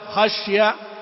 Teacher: عدم تبيين الكسرة او تحويلها الى سكون، مثل خشية وقضية ورضية وتعيها.